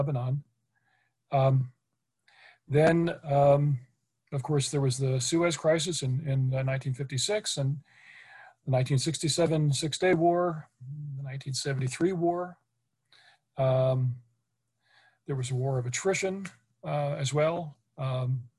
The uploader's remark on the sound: This public talk was conducted online via Zoom.